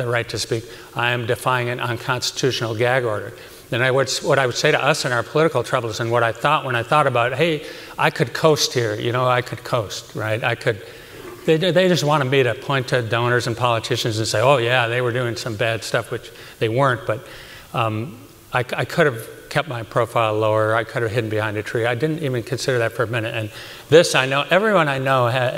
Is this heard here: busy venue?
yes